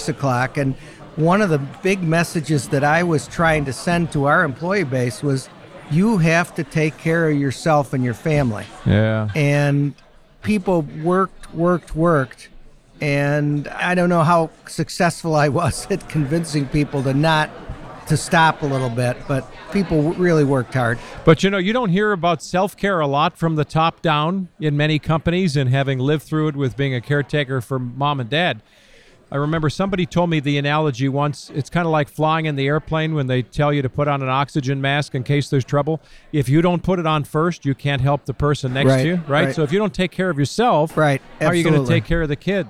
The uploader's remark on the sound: Inside the 2022 Mackinac Policy Conference. We’ll be bringing you conversations from the Mackinac Policy Conference.